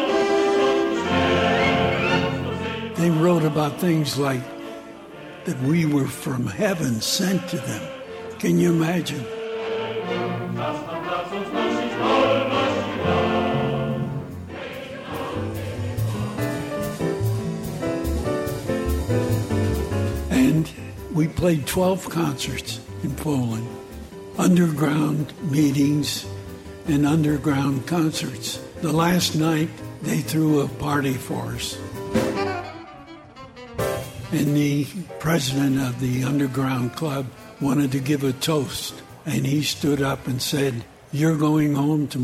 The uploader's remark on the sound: A show that airs on WNPR in Connecticut. Live at the Litchfield Jazz Festival.